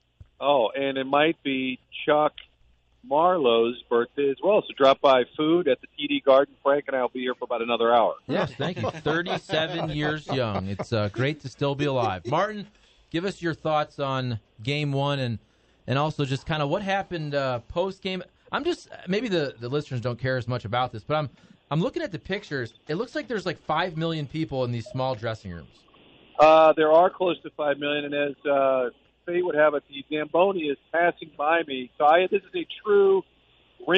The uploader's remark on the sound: phones in from Boston, MA